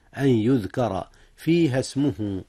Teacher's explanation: هنا إدغام بغنة، أدغمت النون في الياء